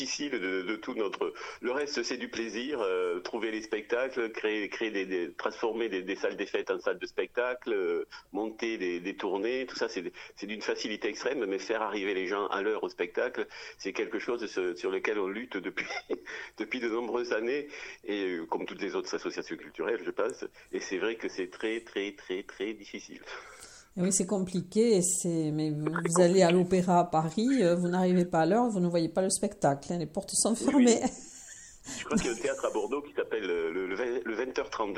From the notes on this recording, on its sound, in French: Interview téléphonique